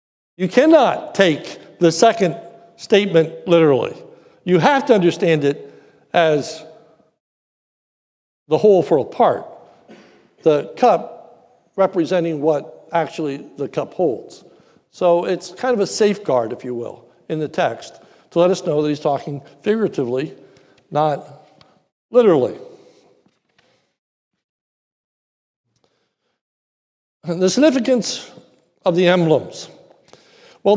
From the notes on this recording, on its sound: This is a sermon recorded at the Lebanon Bible Fellowship Church in Lebanon, PA during the morning service. Was preached during our celebration of Communion.